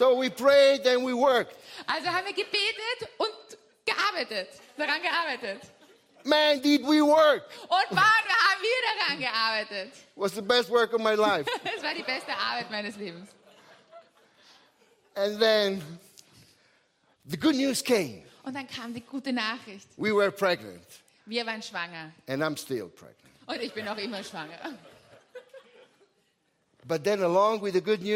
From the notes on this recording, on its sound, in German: Gottesdienst live aus der LIFE Church Wien.